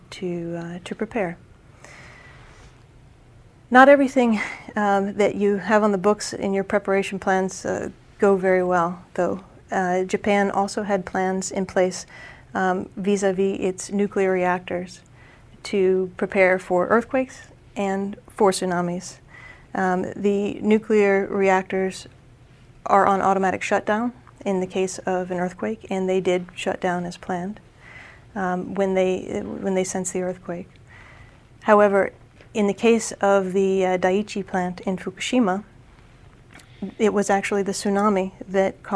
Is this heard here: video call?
no